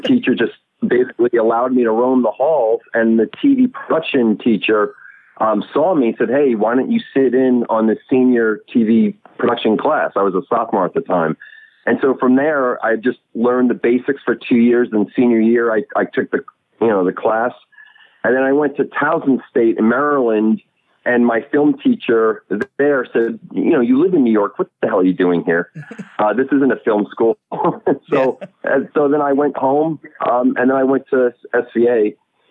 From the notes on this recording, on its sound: calls into the show